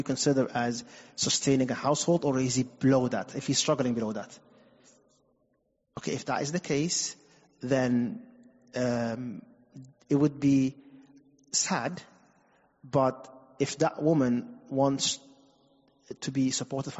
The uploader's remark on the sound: Recorded at Green Lane Masjid & Community Centre